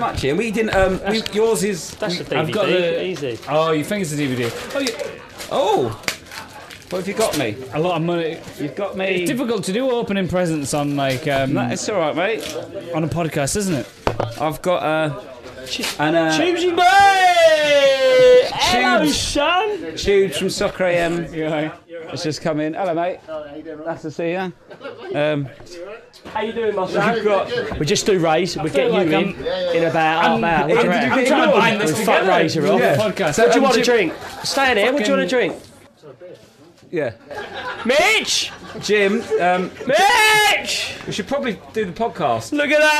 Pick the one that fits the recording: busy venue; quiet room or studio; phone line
busy venue